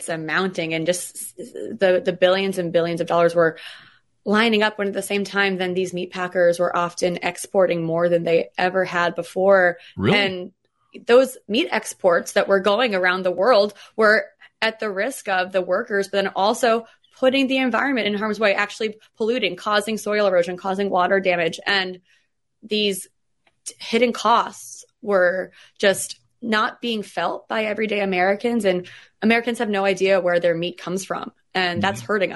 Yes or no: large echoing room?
no